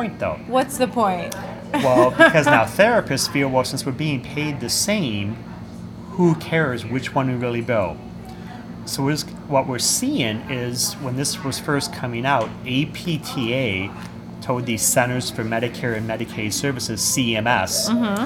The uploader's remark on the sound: LIVE from the Ascend Conference in Washington DC